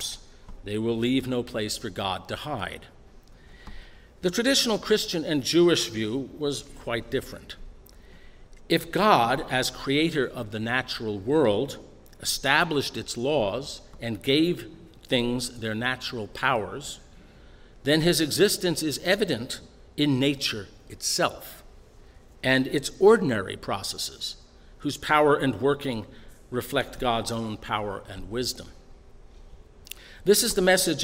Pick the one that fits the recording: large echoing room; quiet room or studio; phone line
large echoing room